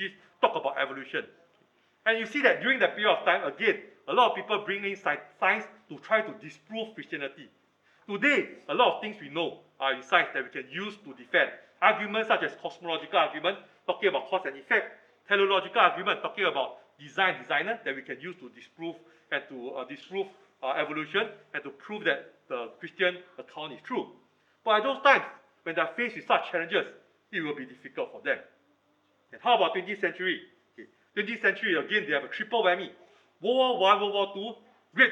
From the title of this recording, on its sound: Recorded Live